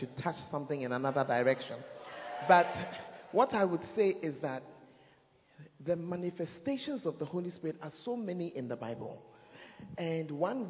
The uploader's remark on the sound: Preached At First Love Center, Ayeduase (Manifestations of the Spirit Service).